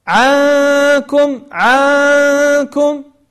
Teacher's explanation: طيب ومن الأخطاء أيضا أنه يمد أيضا في الفتحة فيقول عنكم عنكم، وهي عنكم، فيمد العين فتنشأ عند فيمد فتحة العين فتنشأ عندنا ألف. طيب وكذلك مثلا منكم فيقول منكم، يعني يأتي بياء بين الميم بين الميم والنون، فهذا الإشباع وهذا التطويل مذموم.